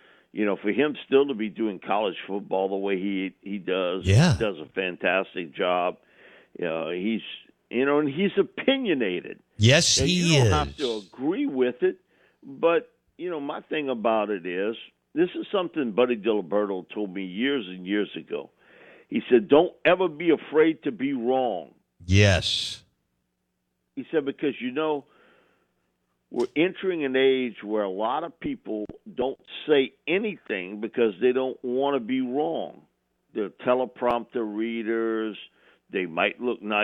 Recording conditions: phone line